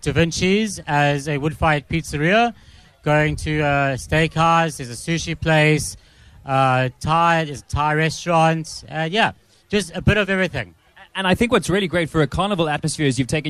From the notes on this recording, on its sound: live from the Harfield Village Carnival